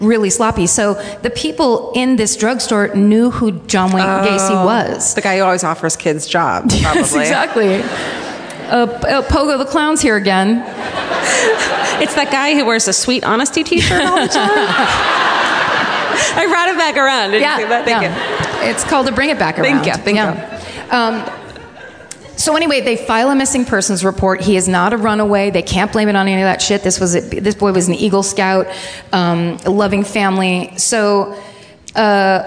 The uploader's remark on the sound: Live from the Chicago Podcast Festival